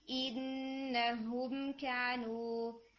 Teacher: ये जो ई है ये आपका ना गुन्ना में मिक्स हो रहा था, तो मेक श्योर के इसमें हमने नेजल साउंड नहीं लेकर जानी